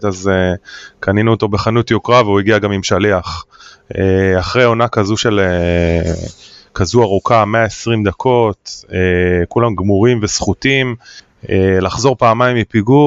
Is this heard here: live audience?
no